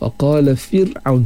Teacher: nipiskan huruf ra mati sebab sebelum dia berbaris kasrah